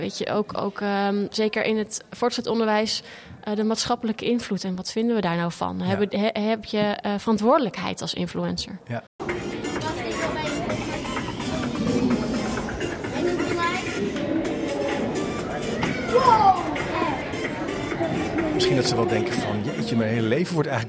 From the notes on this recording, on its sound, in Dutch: In deze aflevering loop ik door het Beeld en Geluid museum in Hilversum! Op ontdekkingsreis bij Beeld en Geluid in Hilversum.